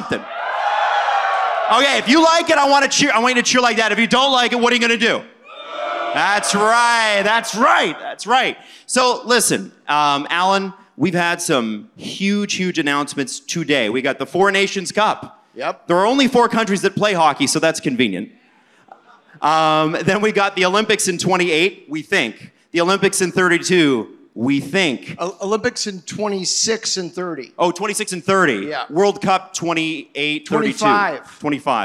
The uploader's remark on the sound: Live from The Rec Room in Toronto on All-Star weekend.